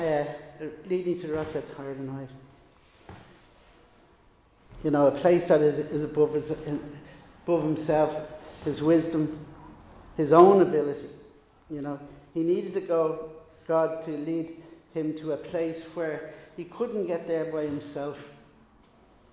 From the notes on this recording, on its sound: Recorded live in Liberty Church on 15 May 2022